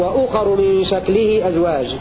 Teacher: قرأ أبو عمرو البصري بضم الهمزة مقصورة